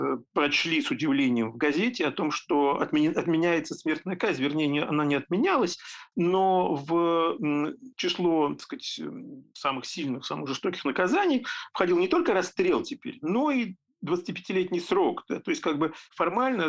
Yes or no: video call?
yes